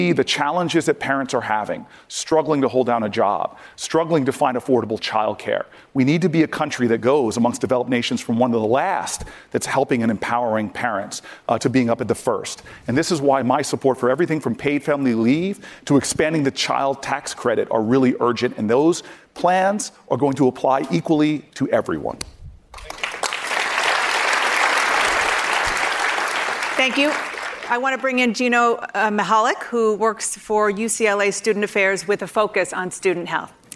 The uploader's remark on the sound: answers questions during a live town hall